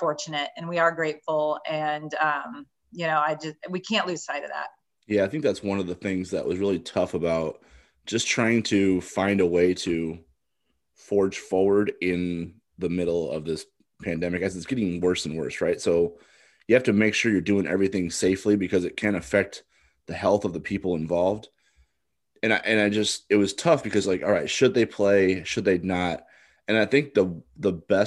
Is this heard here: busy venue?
no